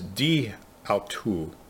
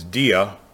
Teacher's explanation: They drop the A whenever you have a Greek word that ends with a vowel and the next word begins with a vowel. · Shown in: first take